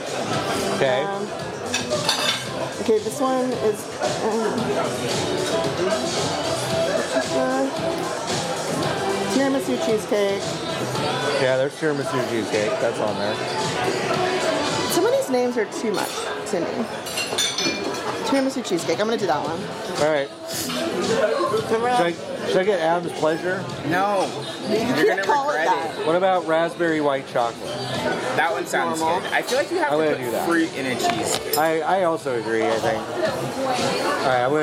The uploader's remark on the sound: recorded an episode inside the Cheesecake Factory at The Grove in Los Angeles, California